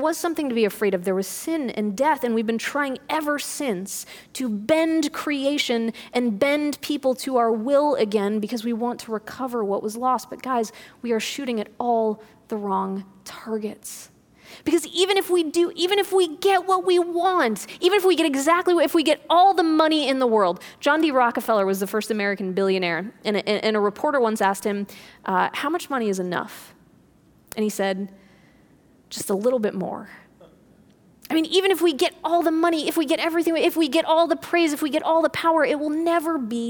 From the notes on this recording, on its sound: This audio was recorded at our Thursday service on March 12th, 2020.